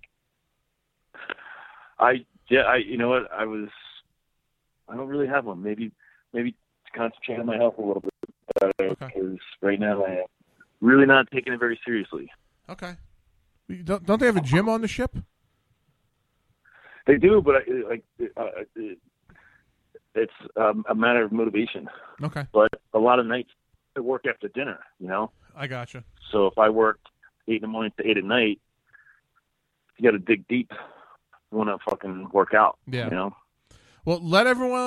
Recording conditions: phone line